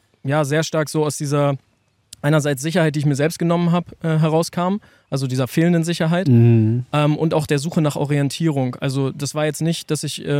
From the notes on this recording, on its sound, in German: Die Folge haben wir Ende Juni in der Schweiz auf einem Campingplatz für euch aufgenommen.